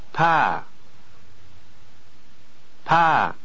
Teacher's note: The hat or circumflex accent over the first vowel is used to indicate that the vowel is pronounced with a high falling pitch contour